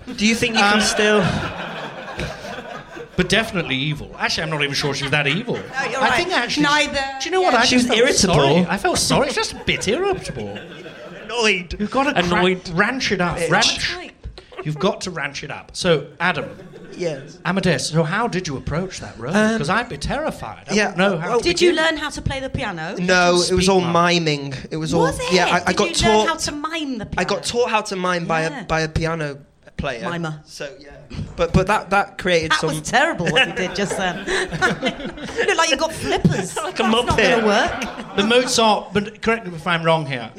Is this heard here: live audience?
yes